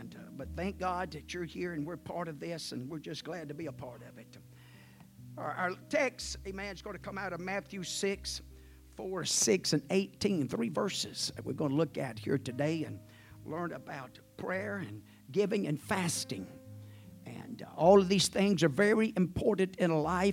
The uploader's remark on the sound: At the First Jesus Name Church of Benndale on the Sunday morning of 7 - 16 - 2023. At the First Jesus Name Church of Benndale on the Sunday morning of 7 - 16 - 2023.